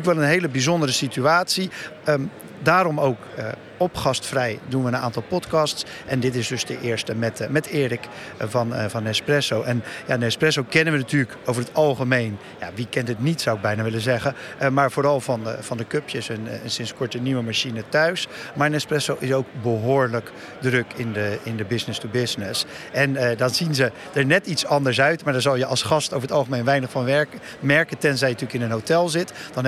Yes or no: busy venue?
yes